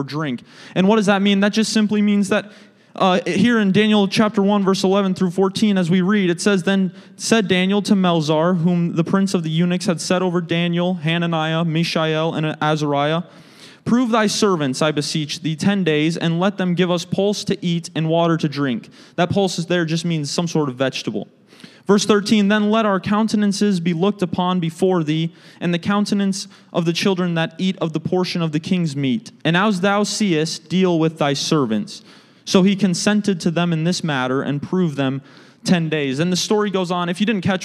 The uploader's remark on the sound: a service recording from Connect Point UPC